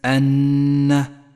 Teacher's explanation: لاحظ النون المشددة في كلمة أن، تحتاج إلى غنة زمنها حركتان